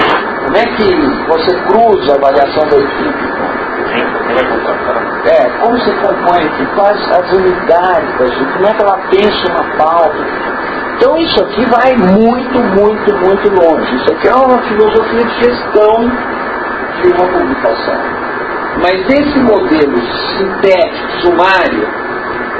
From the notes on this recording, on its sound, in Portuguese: A captação do nosso áudio ficou um tanto prejudicada (suponho que a culpa seja da ventoinha do projetor, mas também a qualidade do meu gravadorzinho).